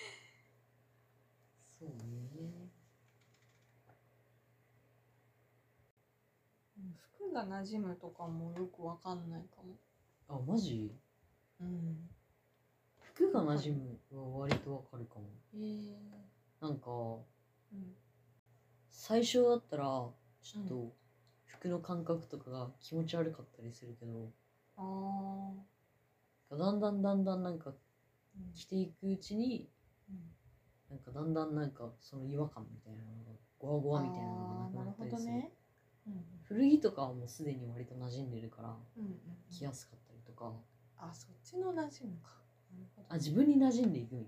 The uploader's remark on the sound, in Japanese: 食べながら飲みながらの雑音多めの雑談回！うるさかったらめんごです。